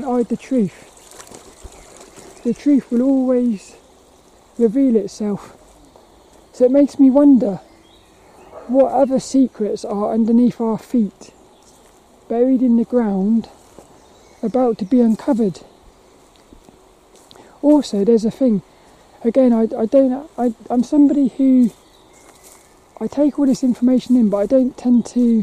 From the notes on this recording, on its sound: Hope you enjoy this lil walk and talk around Plymridge Woods.